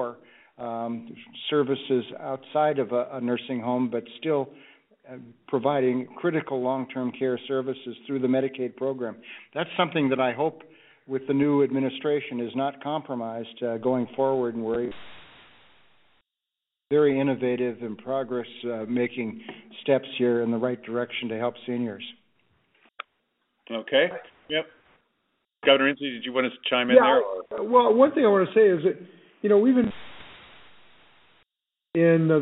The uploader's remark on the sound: More than 8,000 people joined us from across Washington for a telephone town hall on March 29th